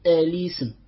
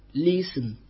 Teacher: نفتح همزة الوصل، أليسم، أليسم، أحسنتم. الوجه الثاني هو الاكتفاء بحركة اللام · Shown in: second take